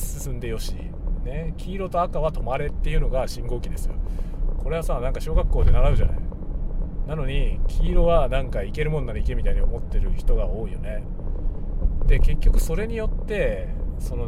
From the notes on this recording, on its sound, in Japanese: ドライブしながらAUDIXのマイクを試してみる。M1250BS というマイクを使ってのドライブ車中収録テストです。使用マイク： AUDIX M1250BS 使用レコーダ： ZOOM F6。